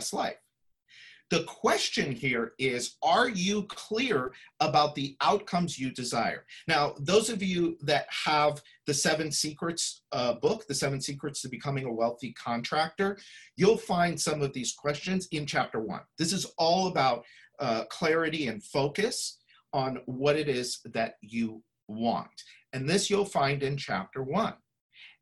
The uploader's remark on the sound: Listen to this replay of the LIVE webinar